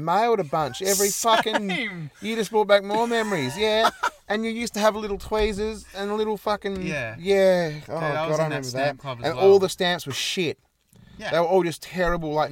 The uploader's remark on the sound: This week we decided to record alongside a creepy graveyard on the outskirts of a tiny country town. There was death among us during recording though as a bag of lollies was devoured.